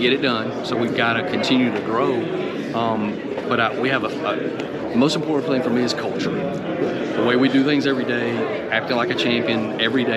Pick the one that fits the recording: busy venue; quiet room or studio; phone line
busy venue